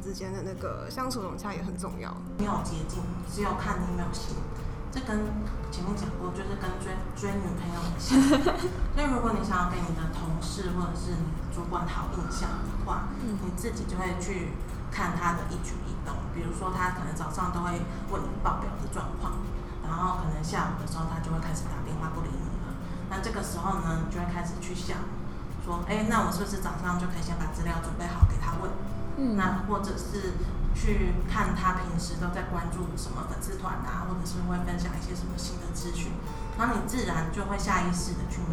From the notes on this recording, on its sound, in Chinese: 錄製時天氣下雨打雷，很抱歉真的修不掉，請大家幫忙自動過濾背景音。